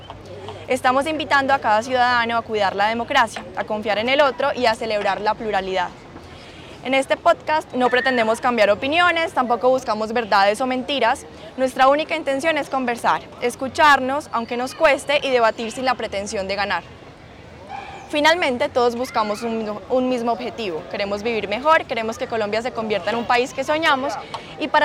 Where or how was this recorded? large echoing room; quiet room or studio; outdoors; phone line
outdoors